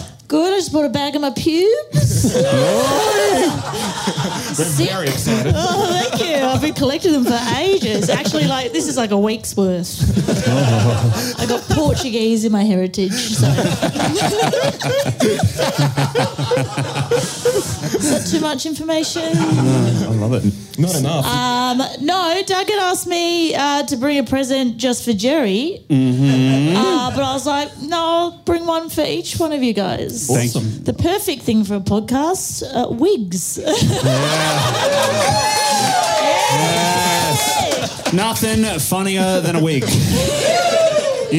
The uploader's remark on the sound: Live Show Melbourne